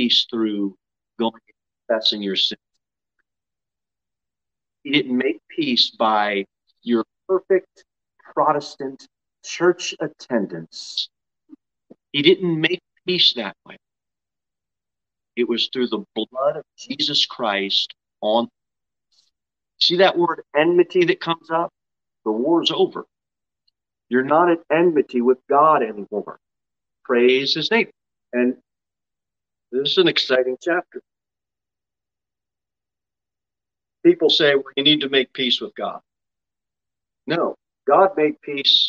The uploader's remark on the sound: Sermon delivered at Pilgrim Baptist Church on Sunday, August 7, 2022 at 11:15 am. Jere Whitson Rd.